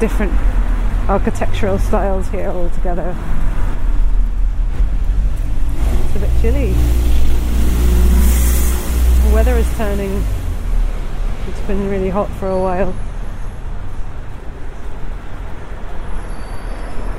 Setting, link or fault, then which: setting, outdoors